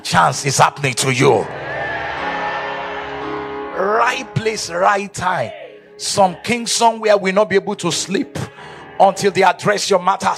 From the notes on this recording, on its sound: Day 2 of the Supernatural Lagon Rain Conference.